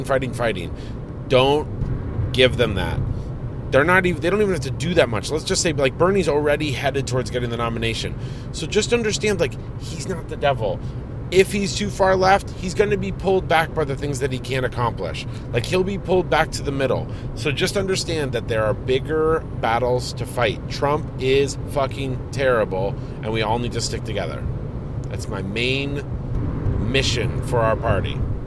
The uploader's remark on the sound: Roadtrip! Recording their show from a moving automobile.